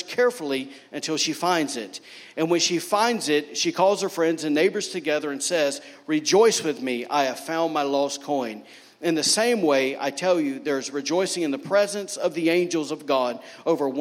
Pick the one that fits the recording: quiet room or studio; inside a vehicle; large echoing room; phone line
large echoing room